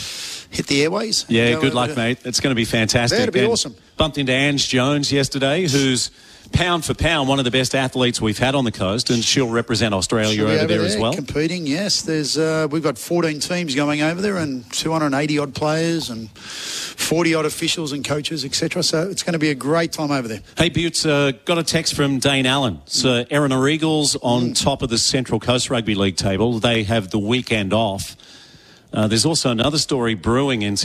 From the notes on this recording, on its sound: live from Shelly Beach lifesaving club